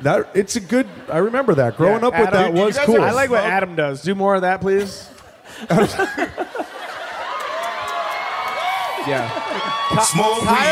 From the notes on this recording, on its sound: Live From Tulsa!